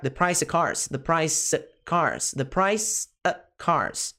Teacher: the price of cars vai soar como, esse of vai soar como a. E vai ficar the price of cars, the price of cars, the price of cars.